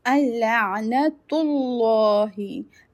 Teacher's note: Lam of Zul Jalala, will be recited heavy as it is preceded with a ta which has a pesh on it